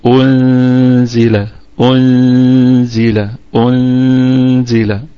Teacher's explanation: وهنا أيضا نراعي مسألة، وهي أن نتخلص من الضمة على الإخفاء على النون الساكنة، فلا نضم الشفتين لأنها ساكنة، نتذكر جيدا أنها ساكنة، فنقول لا أقول أنزل هكذا، هذا خطأ، لكن إيه، نضم الهمزة ثم نبسط الشفتين على النون الساكنة حال الإخفاء